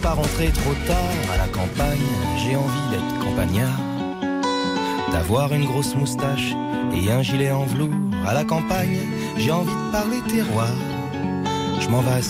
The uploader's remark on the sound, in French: Emission en direct du Salon International de l'Agriculture Porte de Versailles à Paris